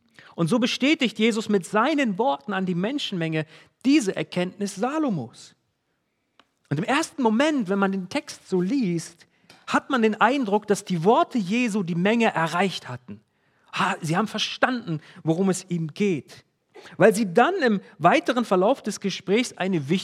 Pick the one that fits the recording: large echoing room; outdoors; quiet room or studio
large echoing room